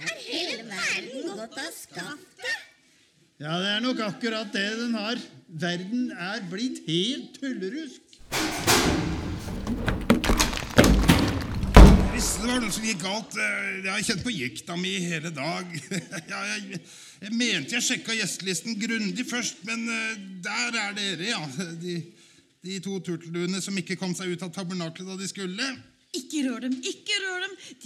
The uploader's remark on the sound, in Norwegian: Spilt inn under festivalen Sånafest, direkte foran publikum